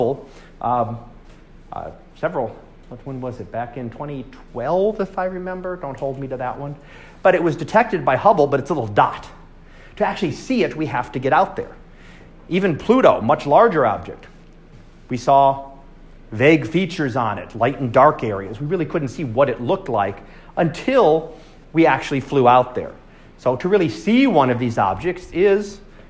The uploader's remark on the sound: Live Class Lecture